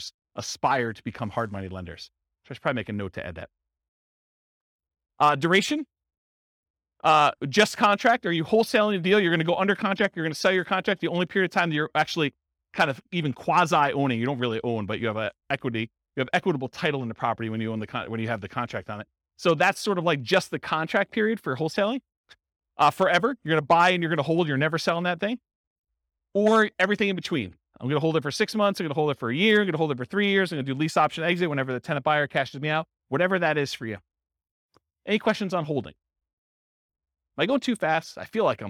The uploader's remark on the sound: This was a live class recorded. Charlotte, North Carolina.